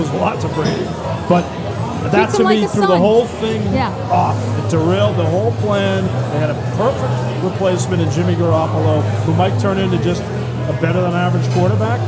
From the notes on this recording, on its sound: live from Fenway Johnnie's in Boston